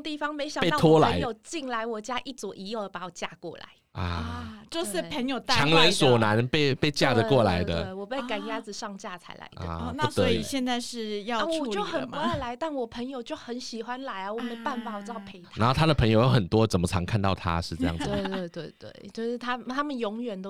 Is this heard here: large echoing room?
no